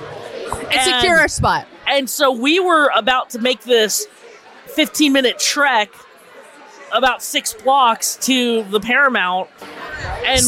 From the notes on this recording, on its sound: SXSW Festival 2023. Basic Bitching at the Blindspotting Premiere Party. This is a Basic Bitch from the Fairmont Hotel in Austin, as we celebrate the season premiere with cast and crew from the show.